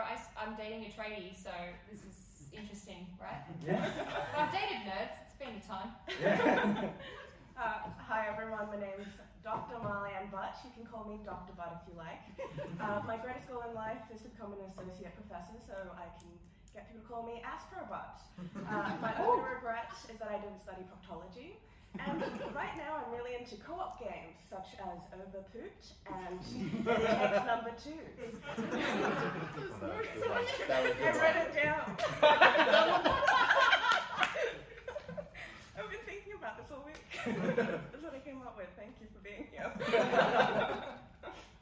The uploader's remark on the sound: PAX AUS 2022 Live Panel